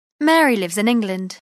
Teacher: Tu dois faire la liaison entre lives et in, puisque lives se termine par une consonne et in commence par une voyelle. C'est pareil pour la liaison entre in et England.